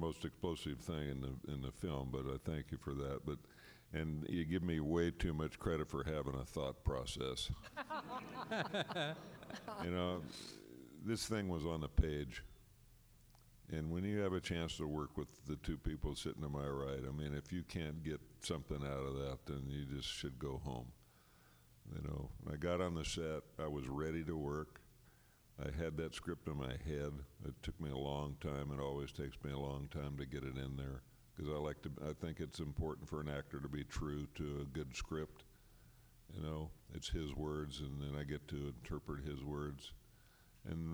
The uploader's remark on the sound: A press conference featuring actors.